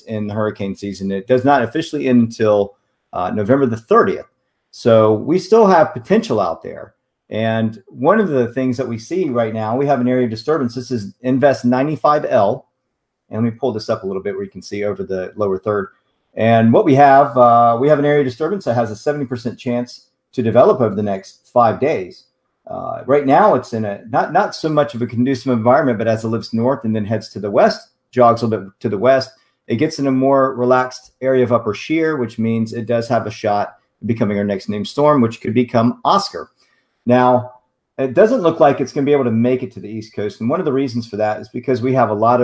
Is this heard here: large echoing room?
no